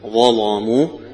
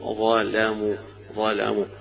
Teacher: الظاء مفخمة ففخم اللام معها كأنه إتباع في التفخيم · Shown in: first take · وله أيضا يقرأ كالجمهور ظلموا، ظلموا بالترقيق فيها.